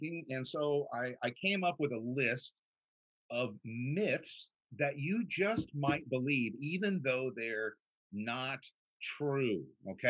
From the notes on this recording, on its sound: This was originally streamed on Zoom.